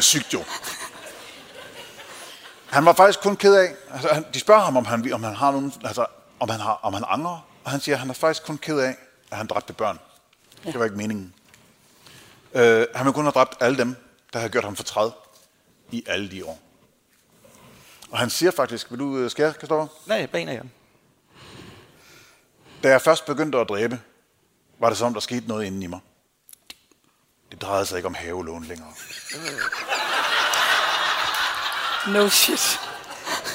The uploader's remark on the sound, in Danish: Live fra Århus Musikhus